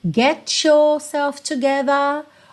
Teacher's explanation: yourself ficou com aquele ch, ch na junção